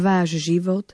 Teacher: opäť pozor na to, aby nám zazneli obe Ž